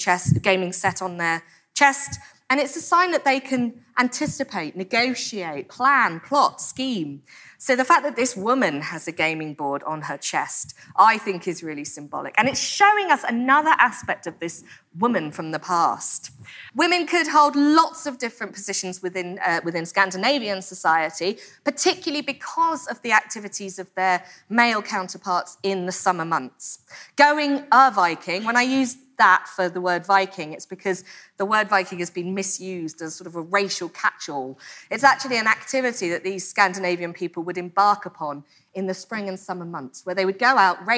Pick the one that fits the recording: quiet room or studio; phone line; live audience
live audience